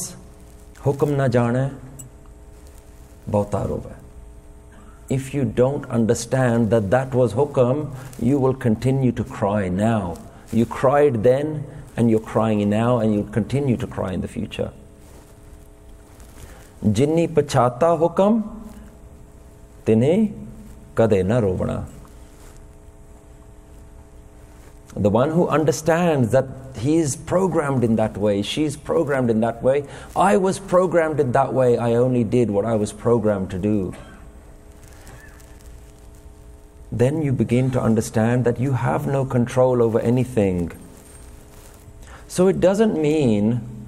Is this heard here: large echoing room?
yes